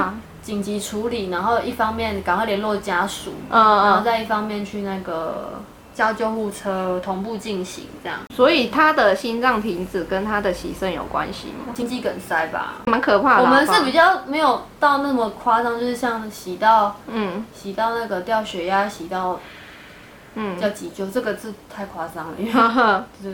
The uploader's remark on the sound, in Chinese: 這集是在朋友家錄音，因住大馬路旁所以會有一些環境音，。加上朋友家養魚所以會有水聲，請見諒。